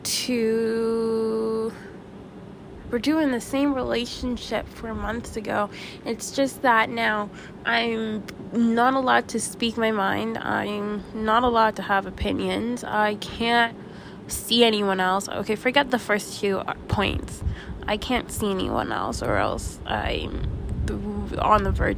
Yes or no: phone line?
no